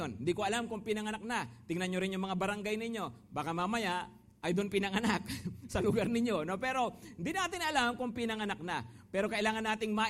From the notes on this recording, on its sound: Preached last August 20, 2023 at Grace Testament Church's 5pm service.